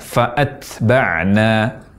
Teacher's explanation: suara huruf ta bersukun yang mantul ini merupakan kesalahan dalam mengucapkan huruf ta. Jadi, ucapan fa'atba'na, di mana ta bersukun memantul, ini pengucapan yang tidak fasih dan tidak benar.